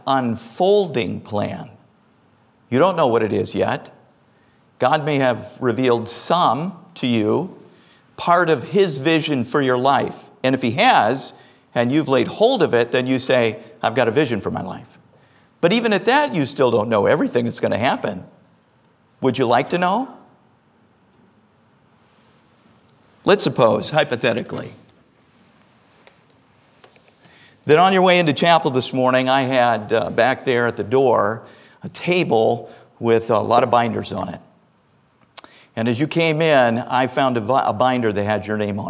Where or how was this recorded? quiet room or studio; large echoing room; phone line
large echoing room